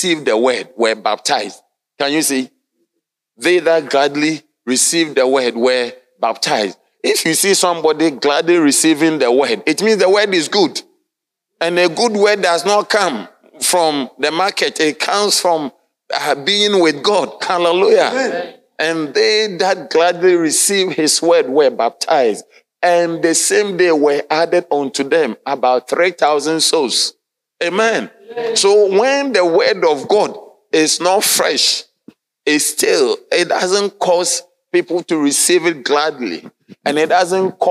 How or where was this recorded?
large echoing room